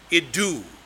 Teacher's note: It's pronounced idu, with the accent on the second syllable.